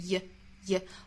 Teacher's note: 后面 your 要弱读，读成 ye